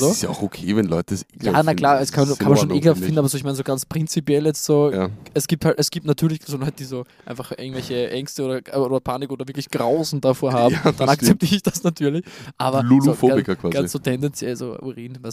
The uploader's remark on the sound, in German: Wir haben die erste Outdoor Folge aufgenommen und das in the beautiful countryside. Falls also der eine oder andere Vogel zwitschert, wisst ihr, das waren nicht wir.